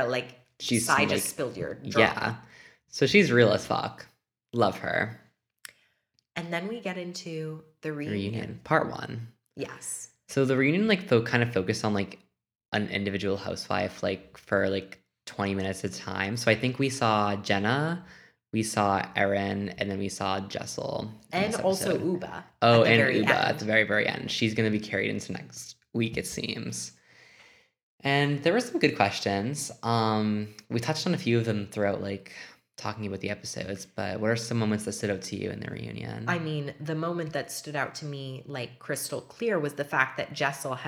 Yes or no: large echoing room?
no